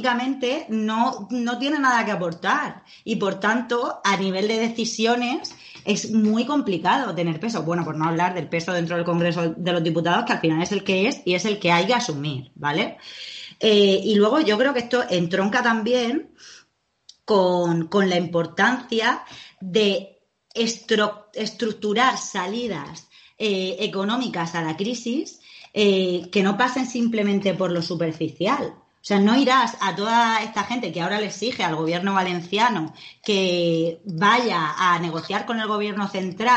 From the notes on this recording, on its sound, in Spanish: Está grabado como se pueden grabar las cosas con skype, y montado con amor y software libre.